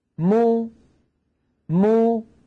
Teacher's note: تبتعد الشفتان عن بعضهما، ويصاحب ذلك مخرج أم الضمة وهي الواو